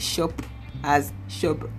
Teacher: people who are well educated, pronouncing the word shop as shub